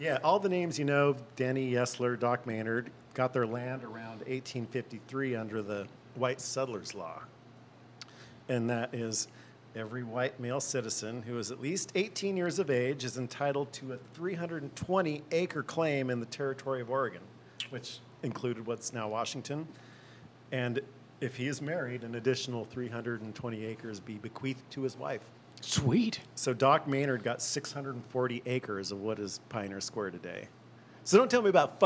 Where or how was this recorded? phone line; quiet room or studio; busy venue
busy venue